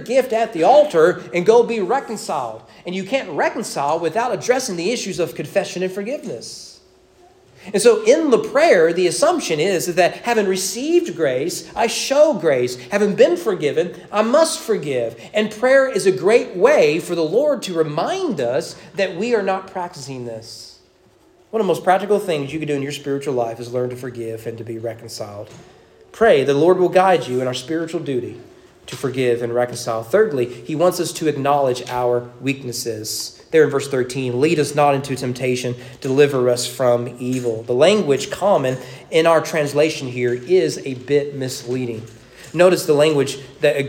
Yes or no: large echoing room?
yes